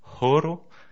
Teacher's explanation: Le H, on l'aspirera, donc on entendra le H, par exemple, pour dire l'heure, ce sera horo, et non oro, si on oublie de le prononcer, l'heure devient or.